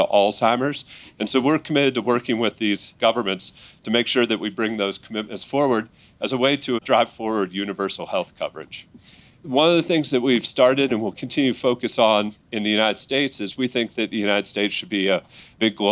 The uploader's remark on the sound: In this episode, we feature a recording of a roundtable discussion that was hosted by the Davos Alzheimer’s Collaborative at the World Economic Forum. This episode was recorded at the World Economic Forum Annual Meeting in Davos Switzerland in January 2024.